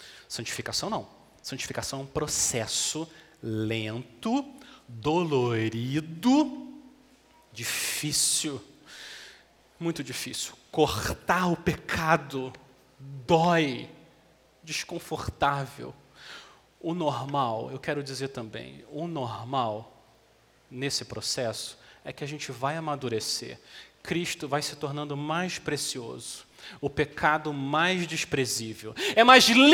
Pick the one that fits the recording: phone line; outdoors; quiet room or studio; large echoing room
large echoing room